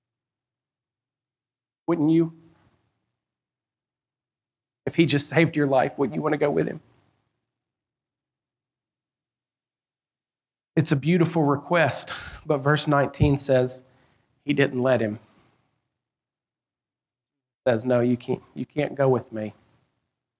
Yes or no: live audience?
yes